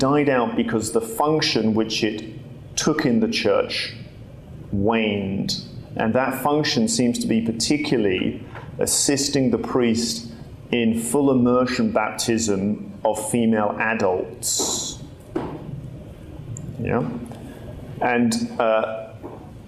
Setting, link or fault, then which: setting, live audience